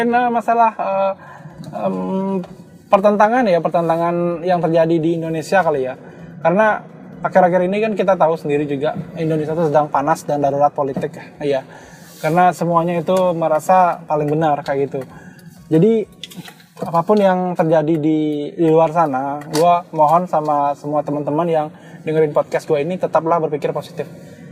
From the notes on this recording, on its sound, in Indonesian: maaf suara gw kurang jernih karena gw rekam podcastnya lagi di jalan sambil nyetir